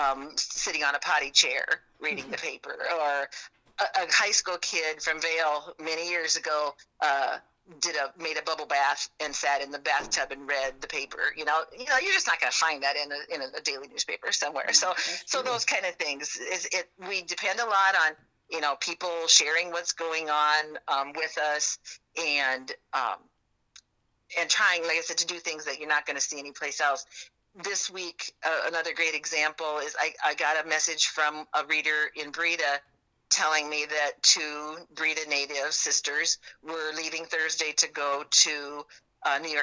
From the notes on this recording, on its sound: I figured out how to record phone calls!